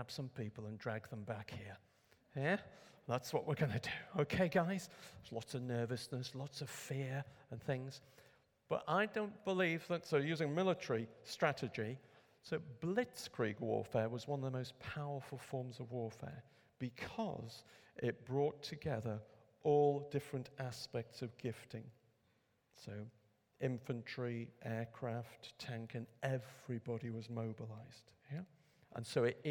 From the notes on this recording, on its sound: A Saturday morning workshop. Recorded at Middlesbrough Community Church.